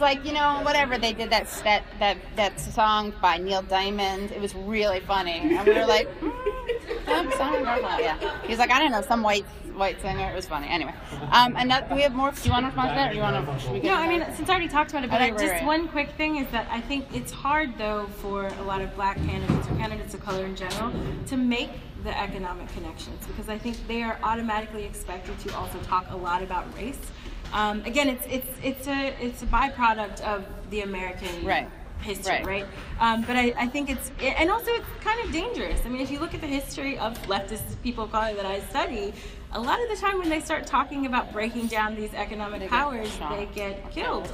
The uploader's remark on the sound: This episode is from our live taping at The Brooklyn Commons.